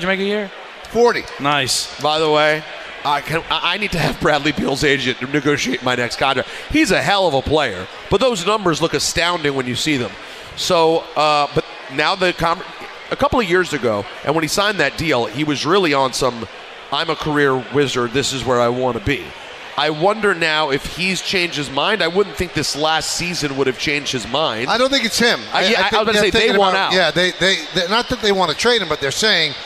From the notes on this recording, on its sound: Live from K Korner Bar in Citi Field.